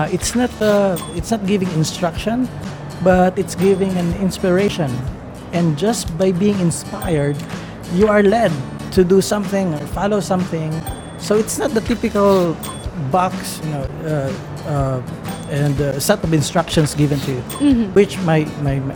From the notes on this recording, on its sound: Live from SIBF 2022.